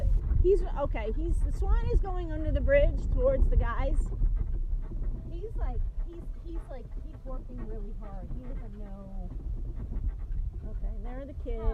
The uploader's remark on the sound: record themselves while toodling around in a golf cart, trying to enjoy nature while avoiding an angry swan